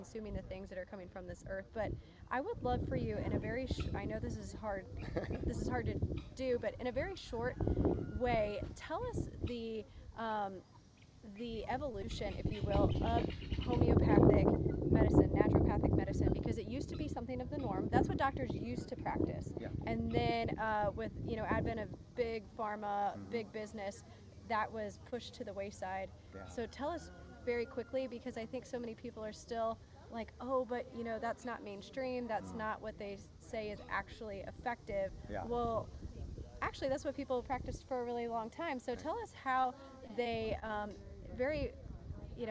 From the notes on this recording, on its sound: On location at Goody Farms in Joplin, MO